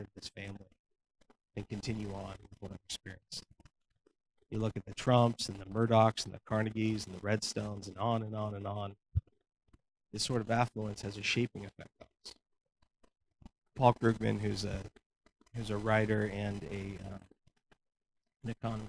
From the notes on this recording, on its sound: We had some issues with the audio recording, so we apologize for the poor sound quality.